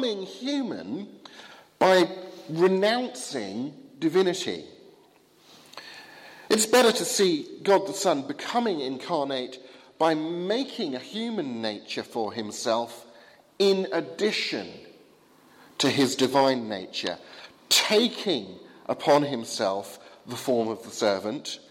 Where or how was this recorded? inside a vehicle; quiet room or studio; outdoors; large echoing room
large echoing room